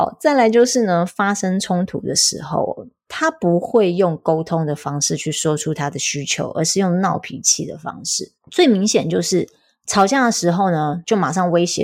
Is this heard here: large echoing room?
no